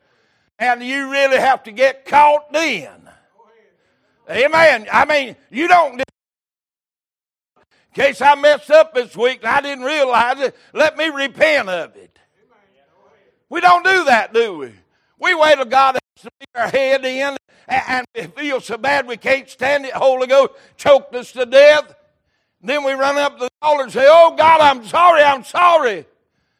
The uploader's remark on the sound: Recorded January 15, 2023 - Sunday Evening Service